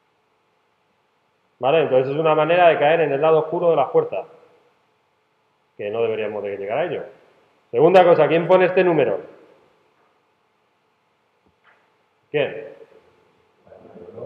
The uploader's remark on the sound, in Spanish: Grabado en una clase